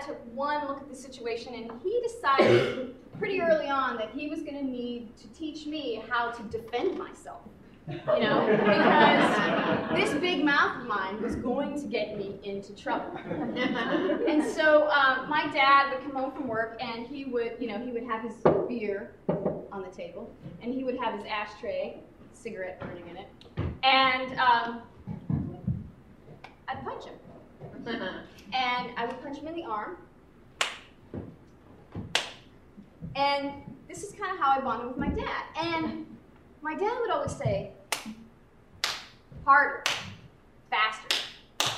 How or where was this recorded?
live audience